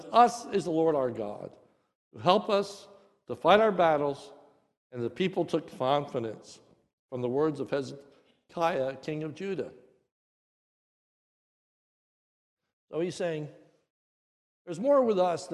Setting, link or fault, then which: setting, large echoing room